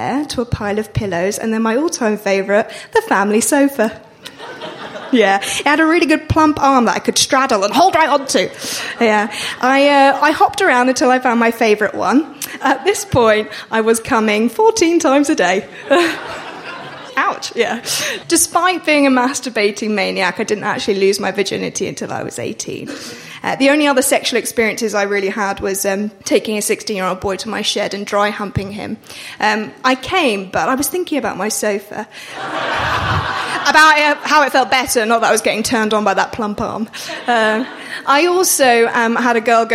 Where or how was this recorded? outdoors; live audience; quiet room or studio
live audience